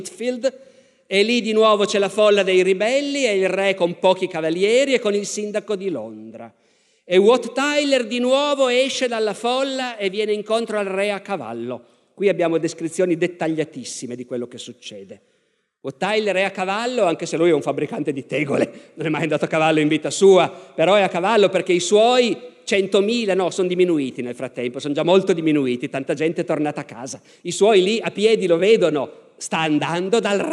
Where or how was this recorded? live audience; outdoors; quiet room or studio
live audience